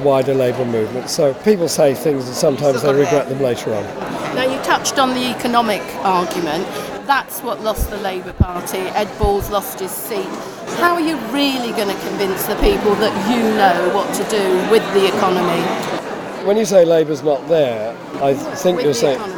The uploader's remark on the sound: at a Q&A in the Malcolm X community centre in Bristol